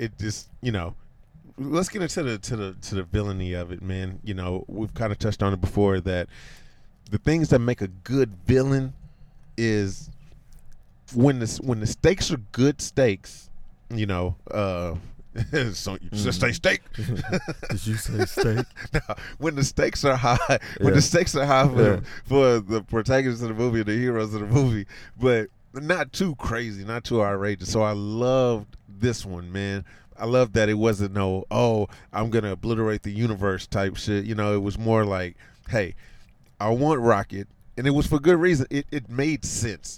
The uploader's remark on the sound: recorded our instant reaction in the car right outside the movie theater!